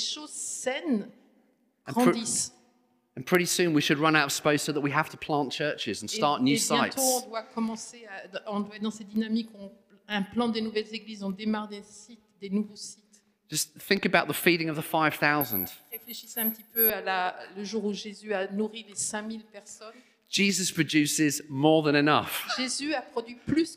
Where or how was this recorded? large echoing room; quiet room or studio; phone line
large echoing room